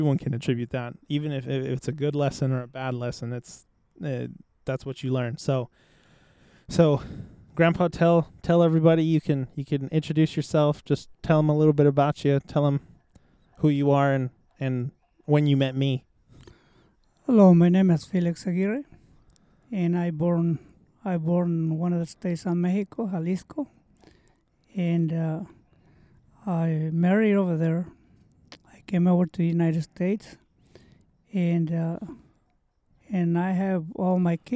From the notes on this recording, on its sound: This episode was recorded and filmed outside, so I apologize if there are any annoying barks, or birds!